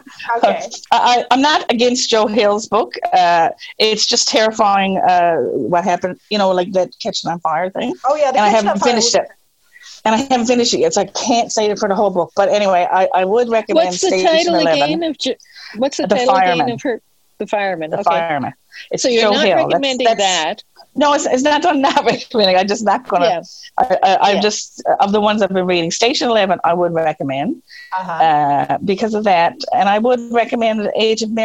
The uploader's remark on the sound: I got three good friends together via Zoom